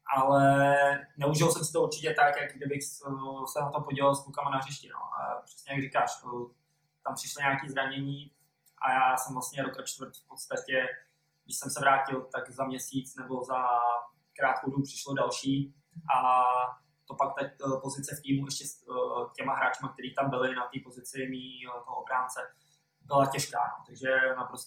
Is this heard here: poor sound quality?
yes